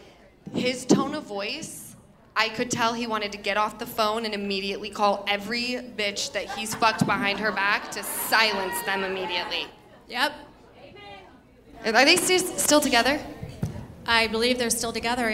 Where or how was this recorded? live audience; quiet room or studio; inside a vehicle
live audience